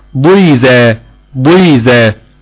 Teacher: تحس برضك ان الضاد على الرغم من انها مكسورة الا ان بقاء صفة الاطباق فيها دون تأثير ادت لها قوة في التفخيم بتاعها